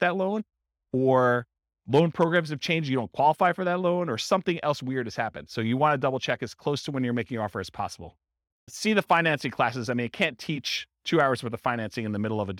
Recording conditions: live audience